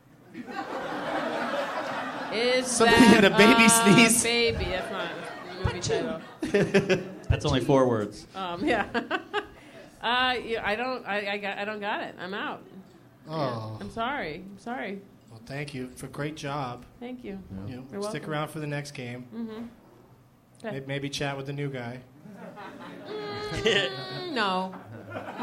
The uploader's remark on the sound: live from the Helium Comedy Club in Philadelphia